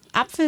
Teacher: dann ist es ja auf der ersten Silbe betont · Term: Betonung